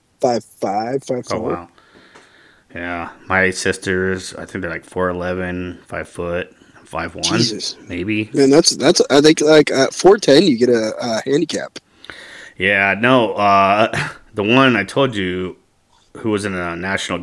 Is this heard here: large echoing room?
no